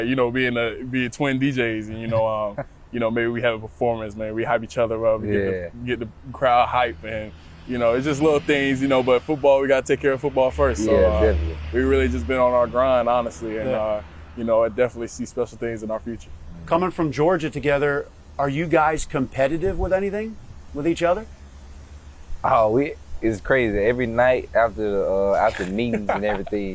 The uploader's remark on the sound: outside of the NovaCare Complex at training camp